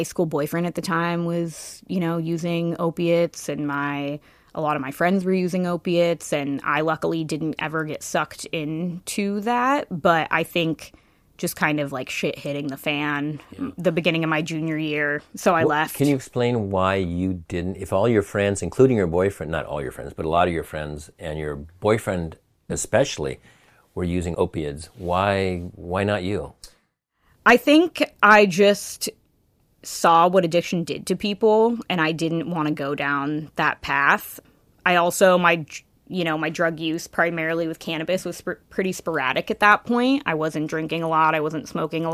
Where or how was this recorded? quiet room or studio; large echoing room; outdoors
quiet room or studio